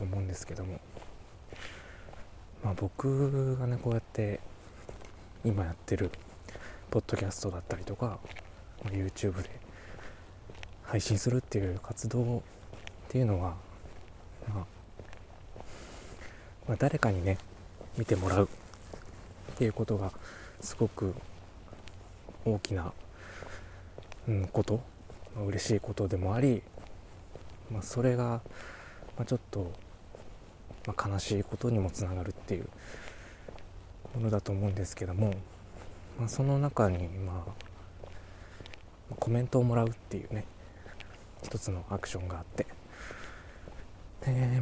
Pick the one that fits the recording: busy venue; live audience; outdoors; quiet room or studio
outdoors